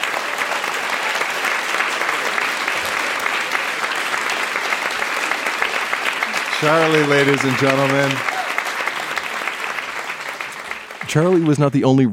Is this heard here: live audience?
yes